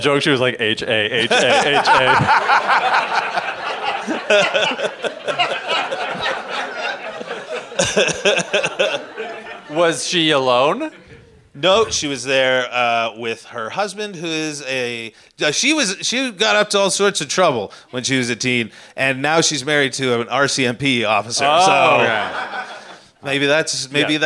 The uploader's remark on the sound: Recorded live at Winterruption Edmonton.